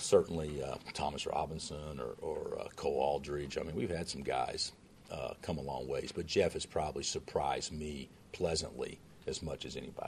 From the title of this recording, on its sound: Press Conferences & Post-Game Interviews